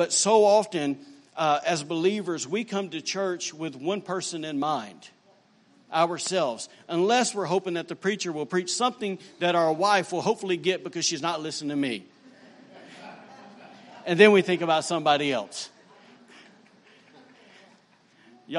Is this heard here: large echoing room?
yes